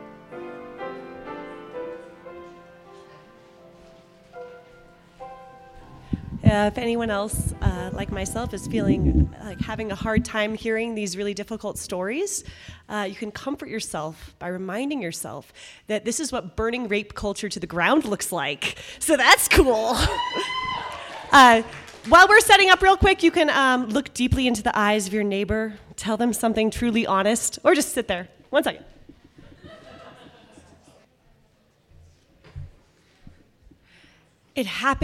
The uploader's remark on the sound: Originally told this story at our live event on April 26.